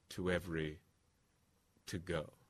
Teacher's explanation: But to go from to every, it's a little bit mushy in my mind, and so my tendency is to keep the lip rounding to make a distinction between those two syllables